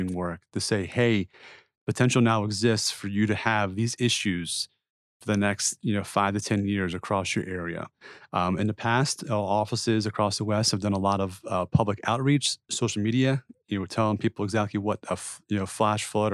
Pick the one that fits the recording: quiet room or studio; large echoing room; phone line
quiet room or studio